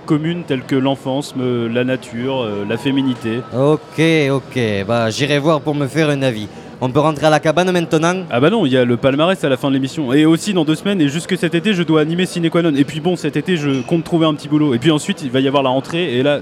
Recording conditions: busy venue